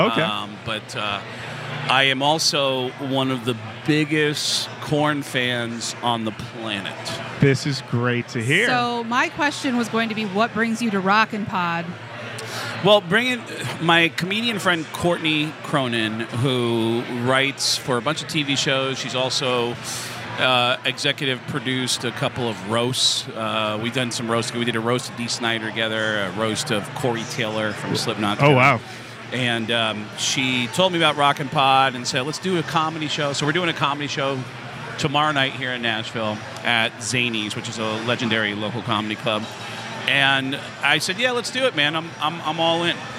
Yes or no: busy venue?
yes